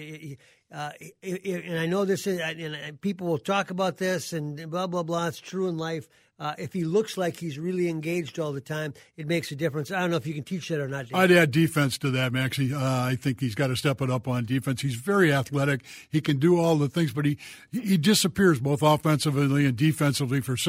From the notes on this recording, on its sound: Open up the phone lines and take your sports questions.